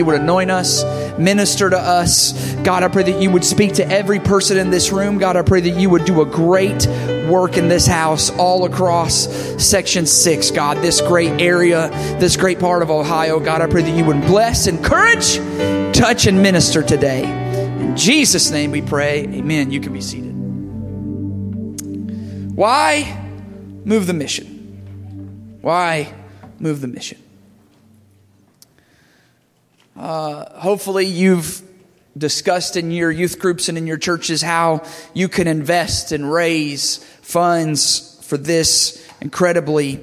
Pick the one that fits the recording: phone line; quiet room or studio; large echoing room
large echoing room